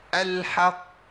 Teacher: القاف المشدده الموقوف عليها دي اعلى مراتب القلقله